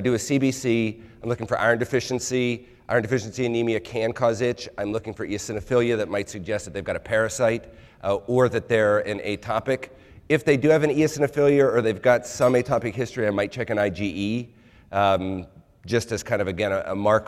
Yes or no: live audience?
yes